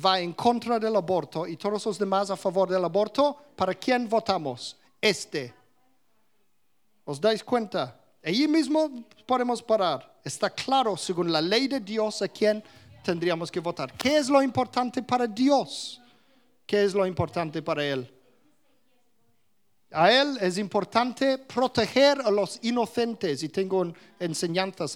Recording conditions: live audience